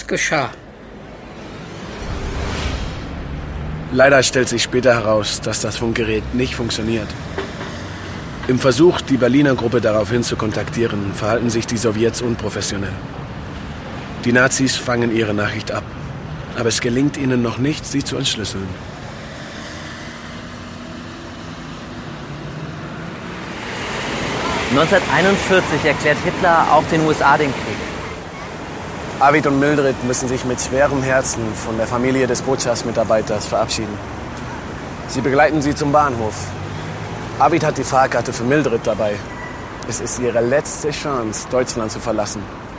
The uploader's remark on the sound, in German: Auf einem Spaziergang durch Berlin. Die Tour wurde im Zentrum von Berlin an Originalorten aufgenommen.